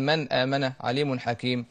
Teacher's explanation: نقرأ الحكم إظهار نبين النون فقط والحرف اللي بعدها بدون دمج أو خلط وبدون ما نعمل غنة في حرف الغنة اللي هو النون أو التنوين.